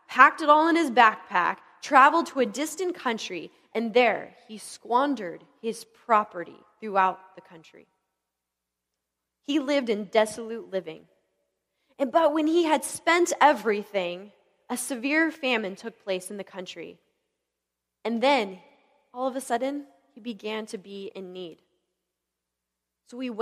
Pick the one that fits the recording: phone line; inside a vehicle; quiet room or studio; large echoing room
large echoing room